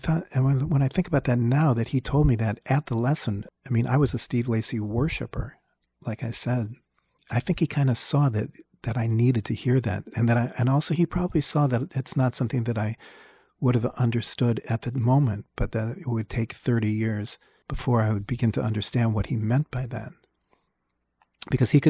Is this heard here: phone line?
no